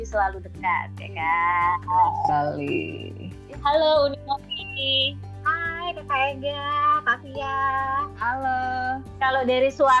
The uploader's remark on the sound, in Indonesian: Masih rekaman jarak jauh, tapi kali ini, mereka kedatangan tamu dari jauh.